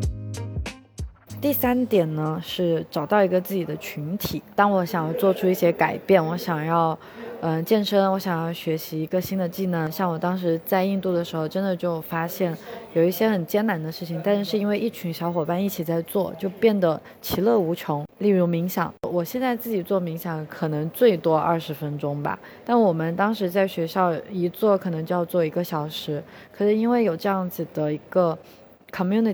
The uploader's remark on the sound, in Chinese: 这一期在克罗地亚的杜布罗夫尼克机场录制